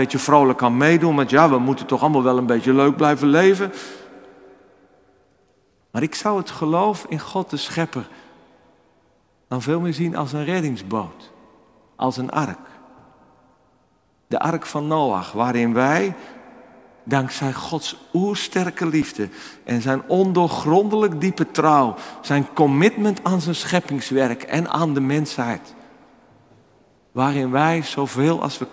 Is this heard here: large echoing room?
yes